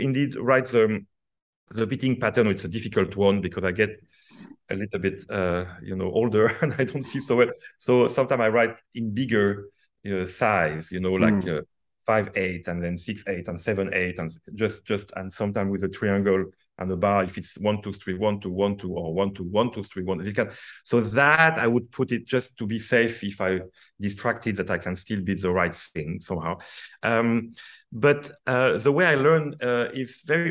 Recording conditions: video call